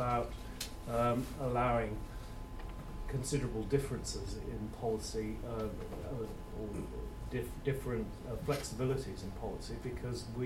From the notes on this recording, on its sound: UKAndEU conference panel.